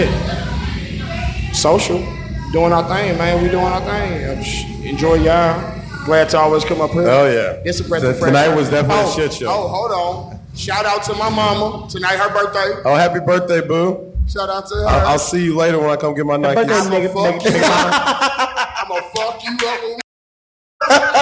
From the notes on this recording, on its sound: In the larger than usual live audience.